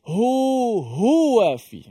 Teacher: Ha dekat pangkal kerongkong sama dengan hamzah. Jauh daripada mulut. Sifatnya lemah. · Term: huruf ha